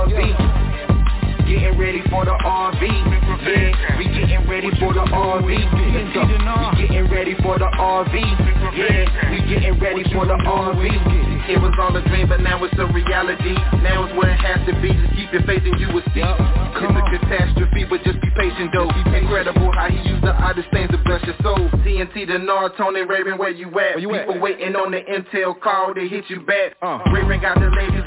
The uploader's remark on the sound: TNTSuperfantastic Conference Call